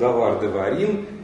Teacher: Чередование долгого А и шла.